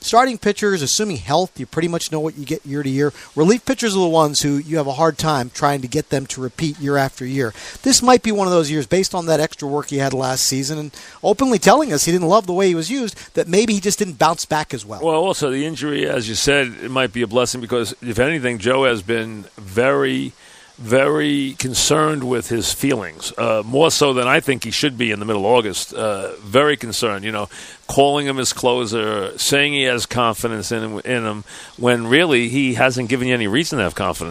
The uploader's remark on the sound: live from Citi Field